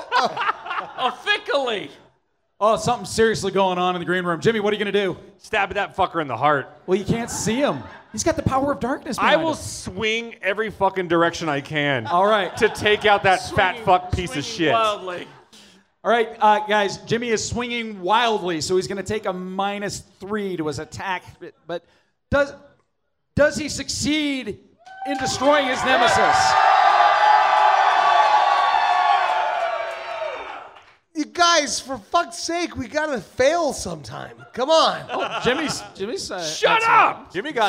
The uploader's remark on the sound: Our 2nd show Recorded Live at 50west club in front of a packed house, last day of SLCC 2016.